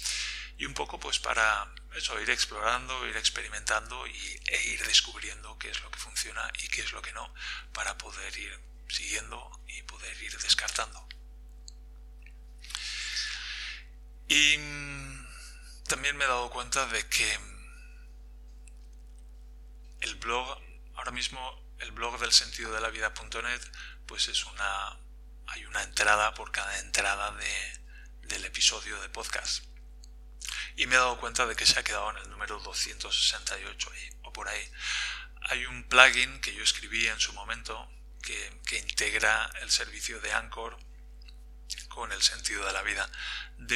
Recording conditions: poor sound quality